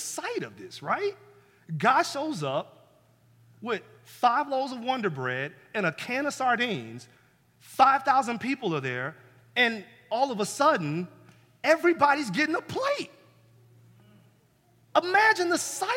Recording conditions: large echoing room